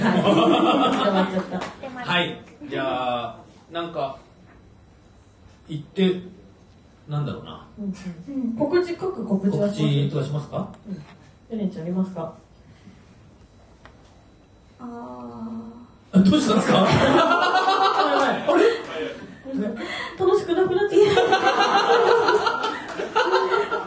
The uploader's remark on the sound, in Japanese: 公開収録後半戦。今週は11/22に行われた公開録音の模様、後半戦をお届け！